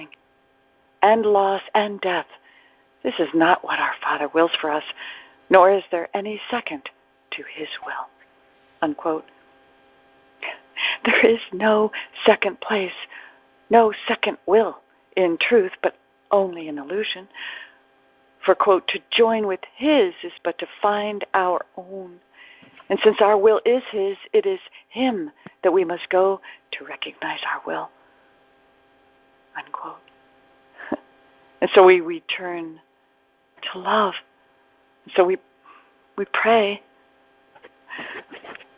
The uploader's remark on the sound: ACIM Daily TEXT Conference Call